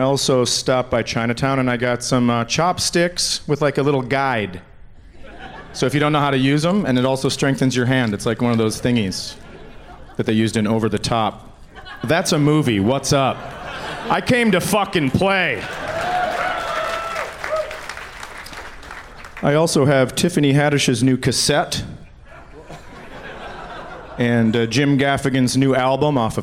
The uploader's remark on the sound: Live from the Just For Laughs Fest in Montreal